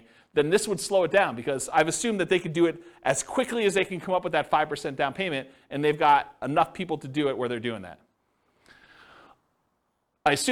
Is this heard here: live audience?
yes